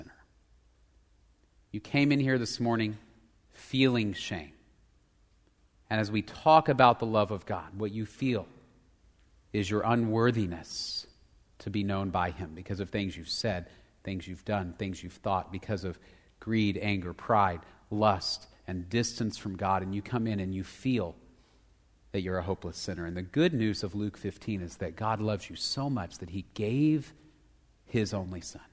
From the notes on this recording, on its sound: Location: Grace Bible Church Southwood